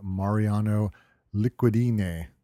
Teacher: I'm putting a little bit of emphasis on the ine at the end, but it's L U C I D I N E, Licudine.